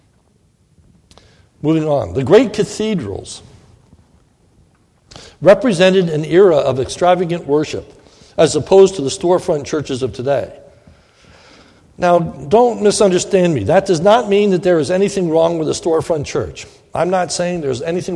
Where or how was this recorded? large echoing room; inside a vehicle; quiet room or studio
large echoing room